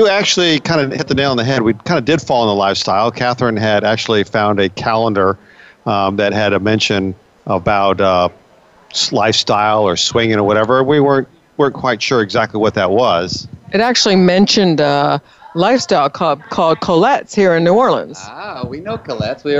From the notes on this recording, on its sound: Live from Naughty in N'Awlins, the largest lifestyle convention for couples, in the world. With over 2,000 guests this event is not only a full takeover of one of the French Quarter's biggest hotels, it takes over Bourbon Street too.